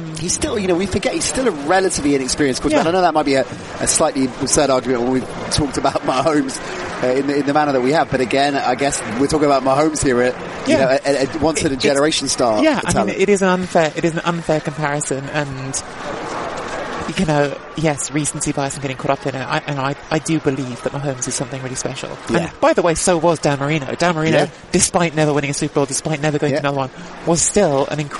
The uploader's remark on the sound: Live from the Hard Rock stadium only moments after the Kansas City Chiefs had won Super Bowl 54.